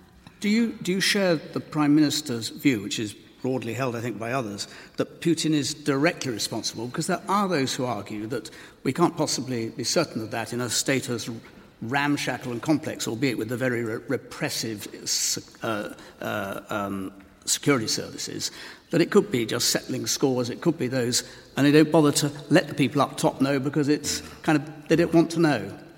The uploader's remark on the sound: Political debate and discussion from Leeds Minster with a panel.